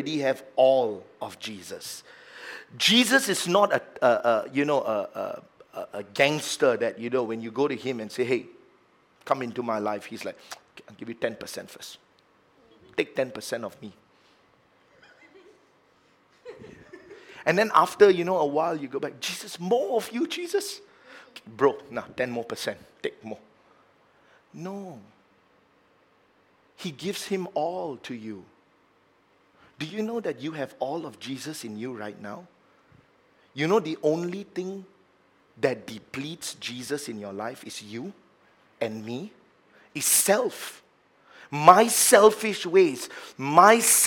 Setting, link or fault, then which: setting, large echoing room